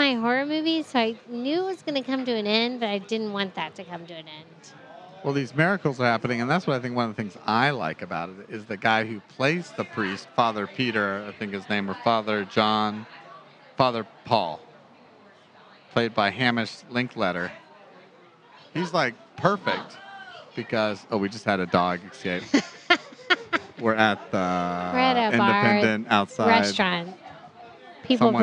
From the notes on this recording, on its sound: This episode was recorded over drinks and dinner at The Independent Bar and Cafe in Tampa, Florida.